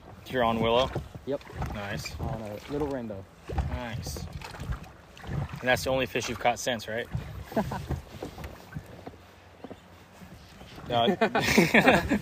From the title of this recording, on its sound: LIVE on the River!